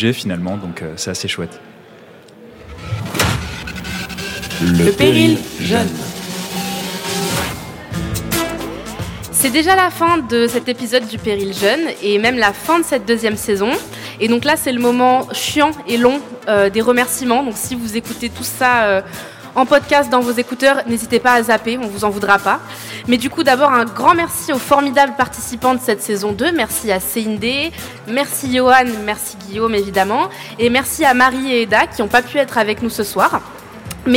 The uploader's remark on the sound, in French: C’est l’Académie du Climat, haut lieu de l’engagement politique écolo à Paris, qui nous ouvre ses portes. L'endroit idoine pour un enregistrement spécial et en public avec nos militants.